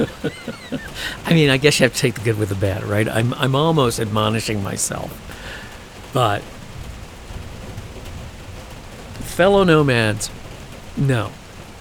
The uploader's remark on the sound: For this podcast it is the opportunity to finally fully record one of the west’s magnificent Monsoon storms.